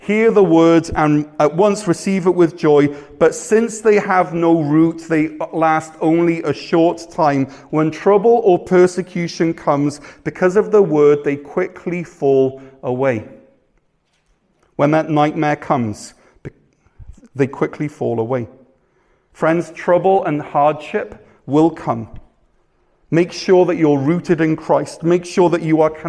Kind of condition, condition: setting, large echoing room